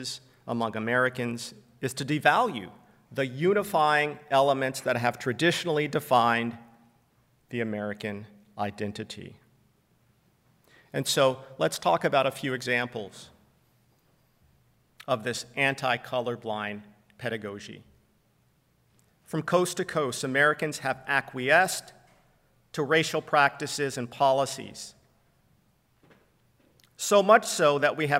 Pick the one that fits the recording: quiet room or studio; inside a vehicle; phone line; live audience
live audience